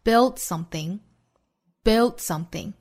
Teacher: build 和 something 连在一起呢，d 的发音呢只摆口型憋掉